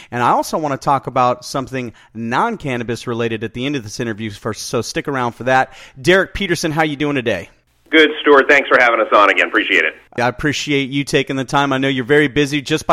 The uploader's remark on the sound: called in to SmallCapVoice